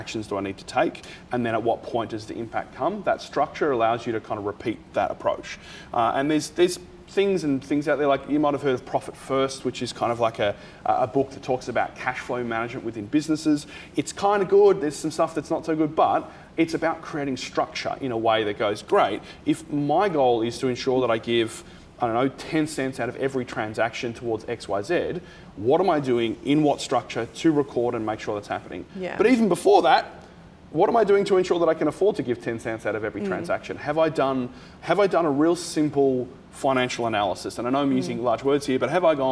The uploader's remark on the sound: A very special live recording from our June Good Mornings breakfast event for purpose-driven folks held at the Frankston Social Enterprise Hub.